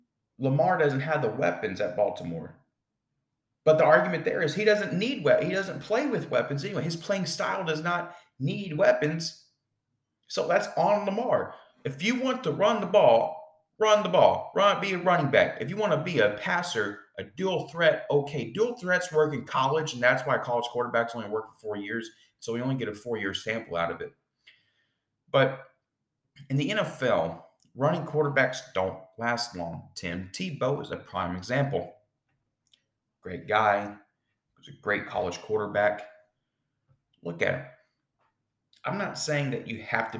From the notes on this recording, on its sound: Apologies for the echo sound as I am getting my podcast room set up and as of right now it is empty.